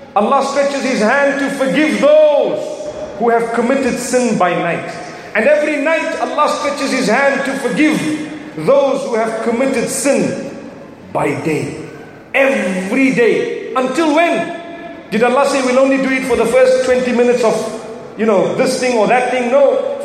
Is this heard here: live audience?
yes